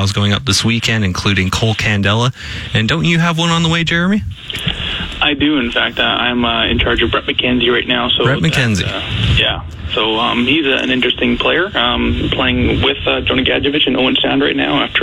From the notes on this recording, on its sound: they open up the phone lines